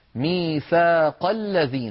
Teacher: لاحظوا بأن همزة الذين لم تنطق لأن قبلها كلام · Term: همزة الوصل